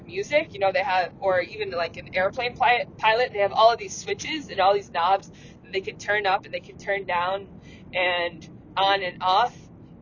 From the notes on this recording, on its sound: Thank you for your patience with the audio quality--this earlier solo-sode was recorded while on the road.